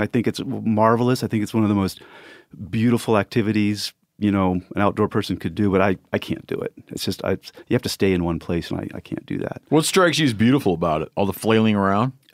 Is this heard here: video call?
no